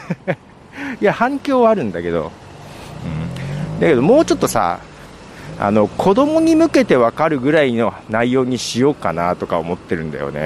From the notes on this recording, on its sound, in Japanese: 歩きながら収録しています。